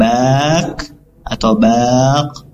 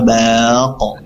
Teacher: kalau kaf itu di bagian tenggorokan, bagian tengah, kalau qaf di bagian pangkal